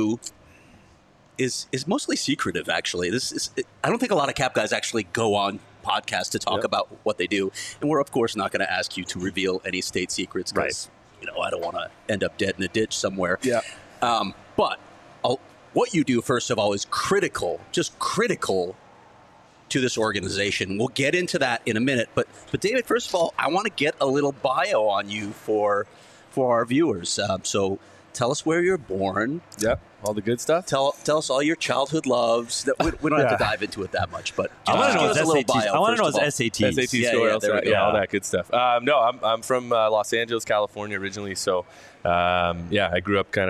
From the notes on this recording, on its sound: Live at the Ice Den in Scottsdale.